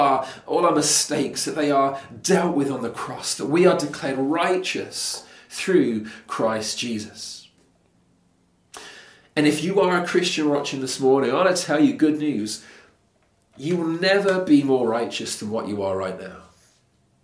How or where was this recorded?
large echoing room